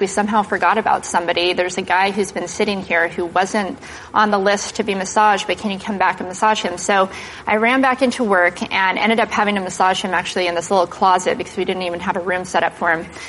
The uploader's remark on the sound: in front of a live studio audience